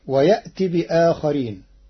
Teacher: قرأ ورش ويأتي بآخرين بإبدال همزة يأتي حرف مد تخفيفا. أما كلمة آخرين فله في البدل 3 أوجه: قصرا وتوسطا ومدا، ولكن القارئ اختار التوسط 4 حركات.